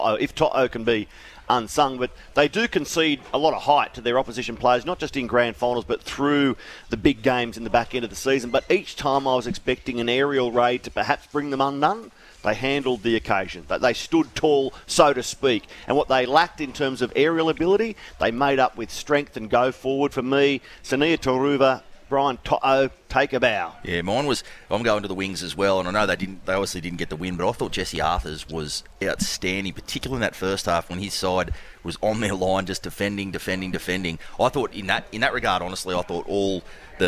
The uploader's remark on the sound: LIVE from Wollongong Golf Club